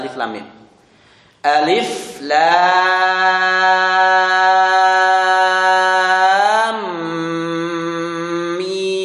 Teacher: lam ketemu mim itu bisa diidghamkan. Dan harus ada gunnah yang dipanjangkan